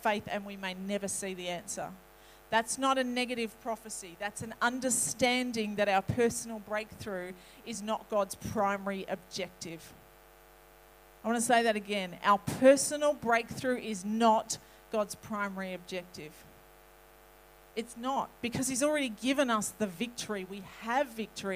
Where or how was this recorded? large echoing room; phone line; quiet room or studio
large echoing room